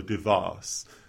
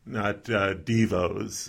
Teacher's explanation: DeVos, with the emphasis on the second syllable, and that second syllable kind of rhymes with moss · Shown in: first take · so DeVos, not Devos, like the 80s band that gave us ….